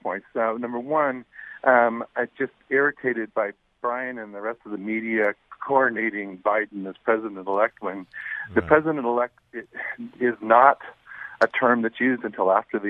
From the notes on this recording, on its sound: We open up the phones to get the listeners opinion